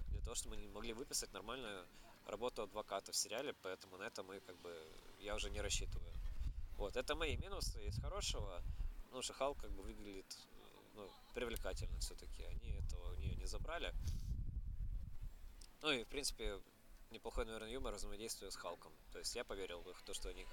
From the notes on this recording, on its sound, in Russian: Дисклеймер: в выпуске местами страдает звук из-за ветра!